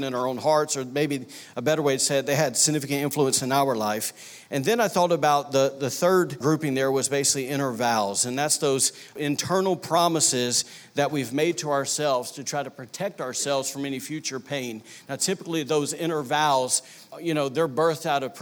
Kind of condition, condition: setting, large echoing room